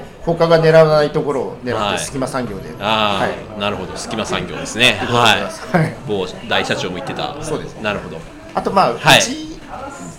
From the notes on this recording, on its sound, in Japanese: 久々に公開収録を行いました